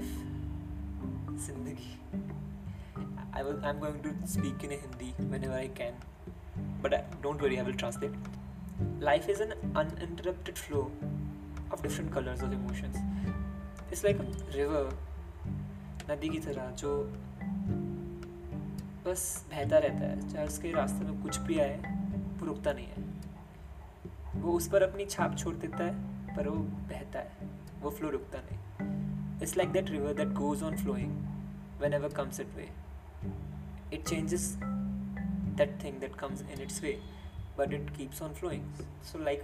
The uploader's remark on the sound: SORRY IF YOU HERE BACKGROUND NOISES BUT THE REASON FOR THIS IS THAT I DONT HAVE A MIC TO RECORD WITH. THIS WAS THE BEST QUALITY I COULD PRODUCE THROUGH MY PHONE AND THROUGH EDITING IT.